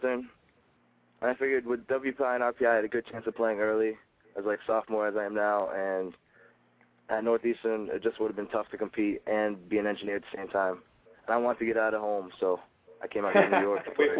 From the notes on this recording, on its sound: The ONLY weekly call in show devoted to in-depth and exclusive coverage and analysis of Liberty League college football.